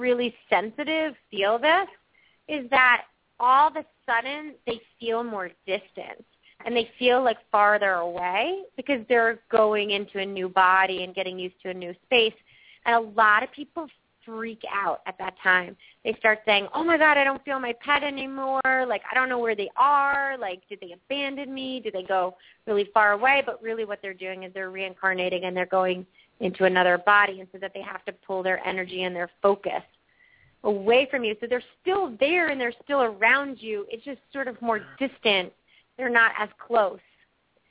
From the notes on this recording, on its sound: open up the lines for listeners to call